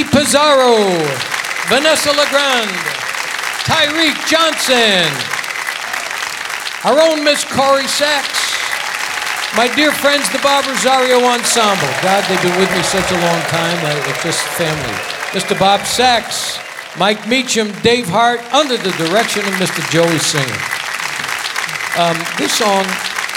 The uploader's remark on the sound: Live at the South Point Casino